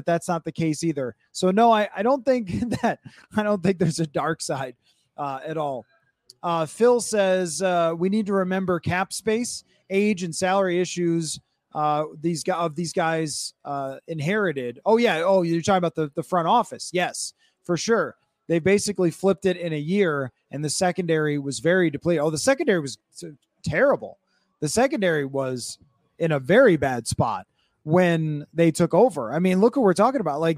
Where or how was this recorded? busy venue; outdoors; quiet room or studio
busy venue